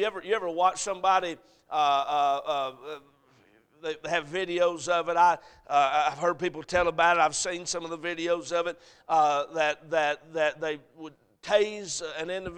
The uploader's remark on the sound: Sunday AM. A message preached at Crossroads Baptist Church.